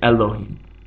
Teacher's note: It's more of a, you hear the L a little bit more. You make more of a clashing with your teeth when you say the L in the correct Hebrew pronunciation, the Middle Eastern manner. For example, you wouldn't say Elohim, you'd say Elohim. · Term: Middle Eastern L